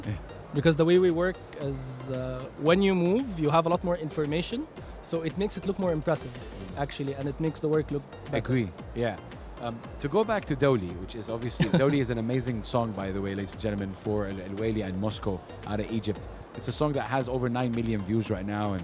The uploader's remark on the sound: Live from SIBF 2023